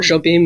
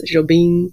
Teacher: there's a ng sound coming down the nose · Shown in: second take